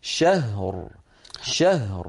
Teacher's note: فأخرج الهاء رخوة مهموسة من مخرجها ساكنة